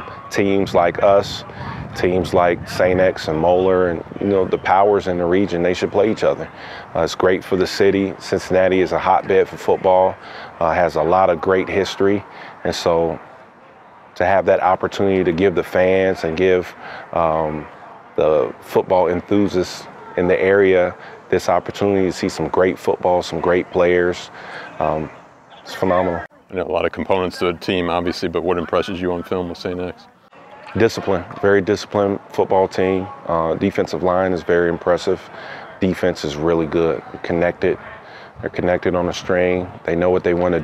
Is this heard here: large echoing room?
no